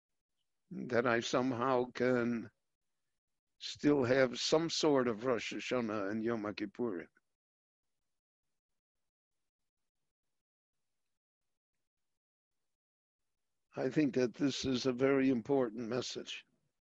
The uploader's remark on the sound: This lecture on Parshat Ki Tavo was given LIVE via Zoom in Jerusalem